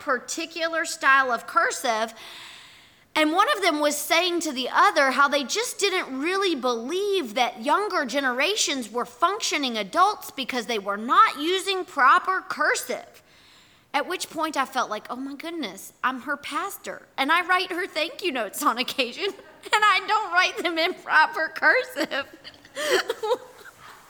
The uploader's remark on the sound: Our audio recording from yesterday&#8217;s worship service. Here is our audio recording from yesterday’s worship service.